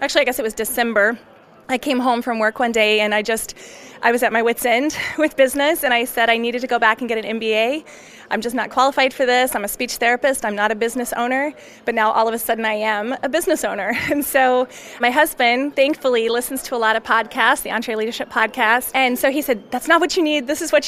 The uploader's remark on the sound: We’re broadcasting live from EntreLeadership Summit in Orlando, Florida, this week.